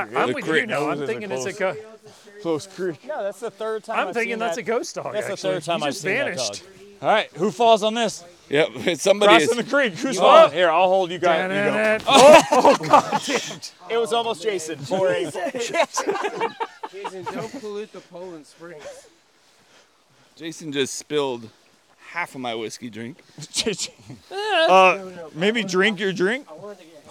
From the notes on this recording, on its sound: During our holiday break, most of us met up in North Carolina. Mic us up and take a night hike to a Yoga retreat. We crossed creeks, rocks, and discovered a ghost dog through the woods. Yes, we are breathing heavily, we were intoxicated, and yes it's a little chaotic.